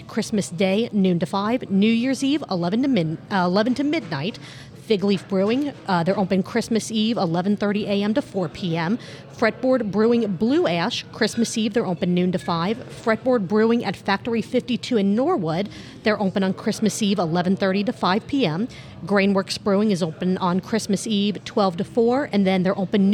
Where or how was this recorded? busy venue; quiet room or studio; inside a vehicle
busy venue